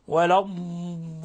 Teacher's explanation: صراط لم تخلص كسرة الصاد، يعني هي كانت بين الفتح والكسر، ولفظ الضالين يحتاج إلى تحقيق أكثر للاستطالة، صفة الاستطالة والضغط عليها ويعني مدها، فتقرأها هكذا ولا الضالين، لابد من الضغط على الضاد ويخرج معها نفخ